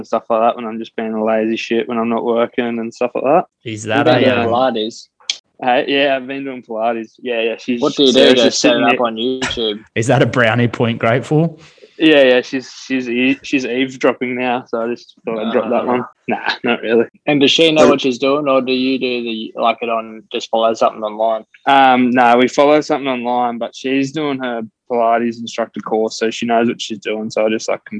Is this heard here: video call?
yes